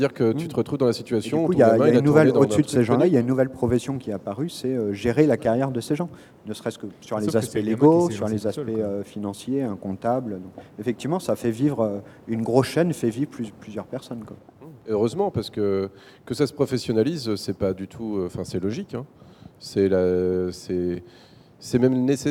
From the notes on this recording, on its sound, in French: L'émission à été enregistrée lors du 1er Forum du Jeu Vidéo de Livry-Gargan le 30 janvier 2016.